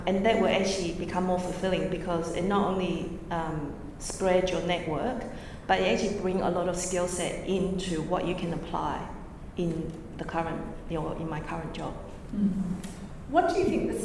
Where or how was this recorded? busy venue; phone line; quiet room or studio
busy venue